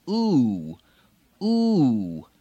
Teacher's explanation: in American English, on the oo, on the harsh one, the tense one, you tend to have oo, oo, a slight diphthong, a slight repeating of that sound with a pitch drop